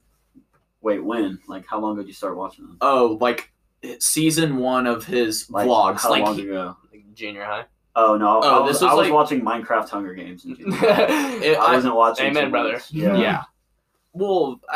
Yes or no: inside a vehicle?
no